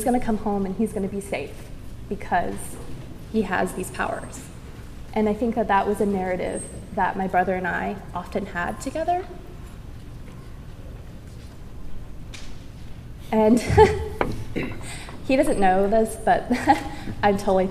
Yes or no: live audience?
yes